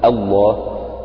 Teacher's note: لأنك إذا ابتدأت تنطق بهمزة مفتوحة، إذا ابتدأت بلفظ الجلالة فإنك ستنطق بهمزة الوصل مفتوحة فتقول الله، فتعتبر لام لفظ الجلالة هنا مسبوقة بفتح. · Term: مفخما